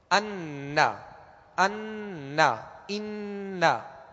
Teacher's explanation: ناک میں آواز لے جا کر ایک الف کی مقدار ٹھہریں گے · Term: غنہ